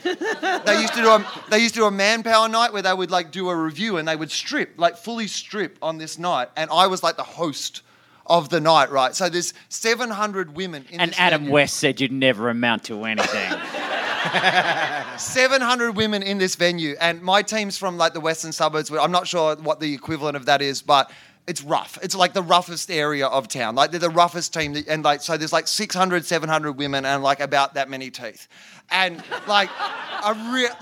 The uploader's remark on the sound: The first live FOFOP recorded at the LA Podcast Festival.